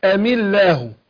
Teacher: الميم أصلا ساكنة كسرت للتخلص من التقاء الساكنين وهم الساكنين الميم ولام لفظ الجلالة.